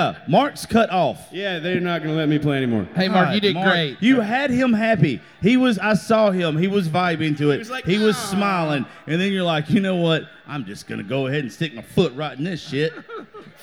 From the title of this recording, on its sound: Live At The FloraBama